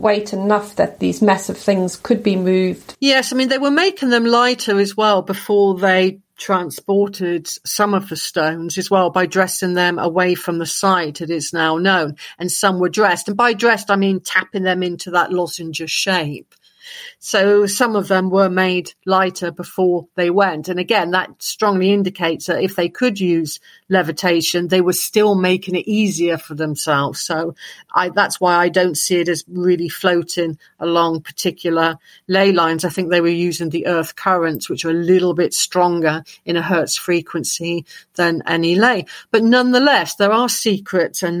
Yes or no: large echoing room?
no